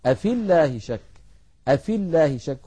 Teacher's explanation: أفي الله شك، أفي الله شك، التقى ساكنان، الأول ياء ساكنة في آخر الكلمة الأولى وأول الكلمة الثانية ساكن وهو اللام الأولى من اللام المشددة من لفظ الجلالة، فنسقط الياء من كلمة أفي من اللفظ · Term: بإسقاط الياء لفظا